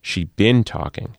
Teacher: she been talking, stress on the been, which means she has been talking for a long time and she still is talking.